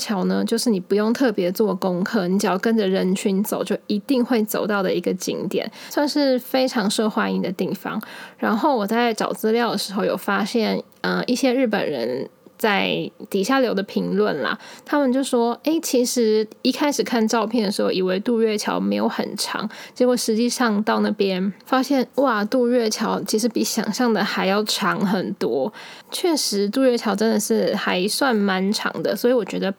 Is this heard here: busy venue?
no